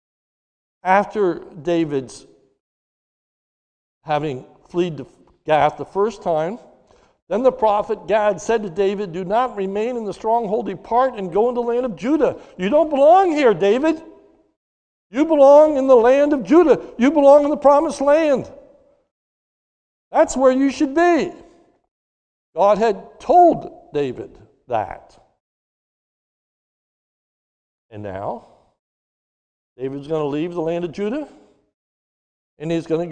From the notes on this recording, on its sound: a sermon recorded live at the Lebanon Bible Fellowship Church in Lebanon, PA on 4/18/21 during the morning service